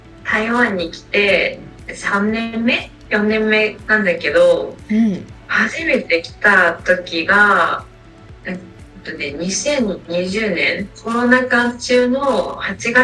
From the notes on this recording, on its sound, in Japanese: 今回はオンラインで収録しましたため、音質が悪くて申し訳ございません